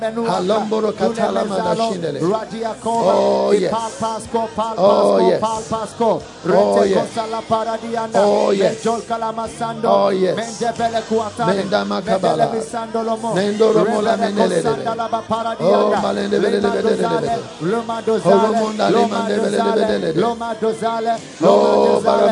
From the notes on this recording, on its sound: Preached at the FLOW Good Friday Service.